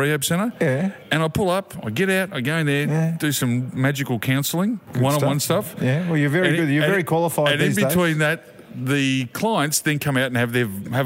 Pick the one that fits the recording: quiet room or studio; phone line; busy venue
busy venue